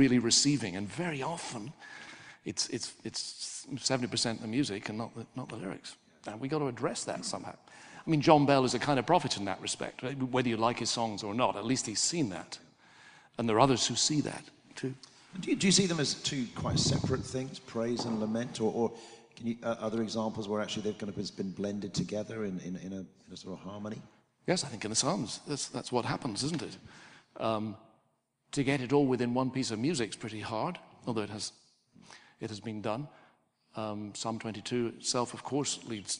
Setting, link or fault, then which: setting, large echoing room